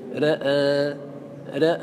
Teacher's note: الراء تمال والهمزة بعدها تمال